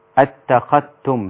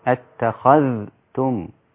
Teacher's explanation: إدغام الذال في التاء المتقاربين · Shown in: first take · يعني. اتخذتم هكذا، لكن عند حفص طبعا بالإظهار اتخذتم.